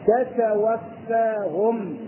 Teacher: طيب الذين تتوفاهم الملائكة تتوفاهم بالبين التاء وتخلص التاء الأولى من التاء الثانية